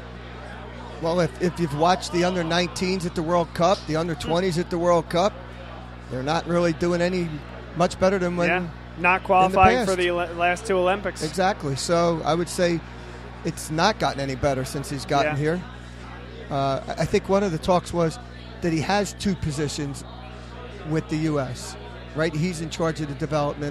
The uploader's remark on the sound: Vuvu Live From Iron Abbey. Vuvu Soccer is live from the Iron Abbey in Horsham, PA.